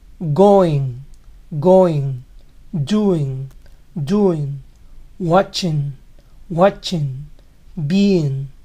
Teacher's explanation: Asimismo necesitamos saber añadir un ing a los verbos, como por ejemplo estos: go, do, watch, be, stay, eat, añadiendo ing al final. La G final apenas se escucha y mayormente desaparece en conversación normal.